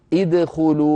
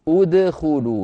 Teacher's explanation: انظروا إلى كلمة ادخلوا، عدوا الحروف، الهمزة حرف، الدال حرف، الخاء حرف، إذن الحرف الثالث من الفعل هو الخاء وهو مضموم، لذلك بدأنا بهمزة مضمومة. لا نقول أدخلوا بهمزة مفتوحة ولا نقول إدخلوا بهمزة مكسورة، بل نقول أدخلوا بهمزة مضمومة · Shown in: second take